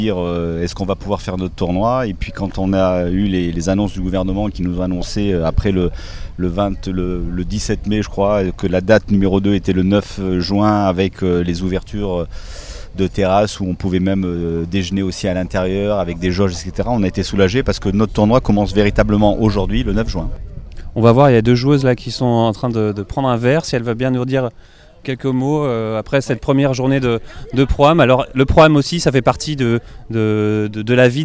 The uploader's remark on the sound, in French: Nous serons en direct du village Olympe de Gouges